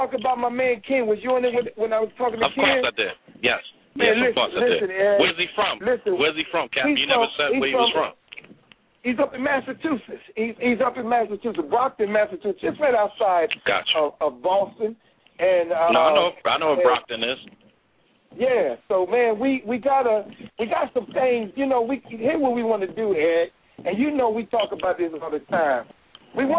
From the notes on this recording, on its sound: Members call